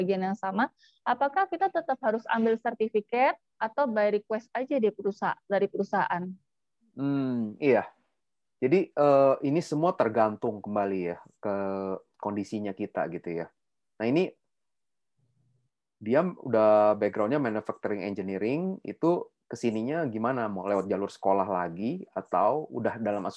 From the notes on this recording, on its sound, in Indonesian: Sukaaaaa sekali zoom kali ini.